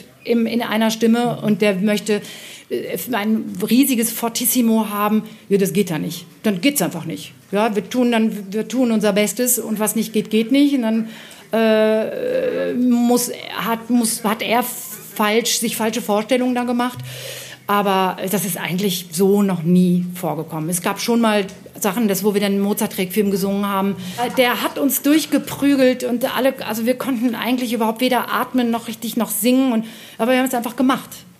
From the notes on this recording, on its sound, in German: Live vom Vokalfestival Totzenbach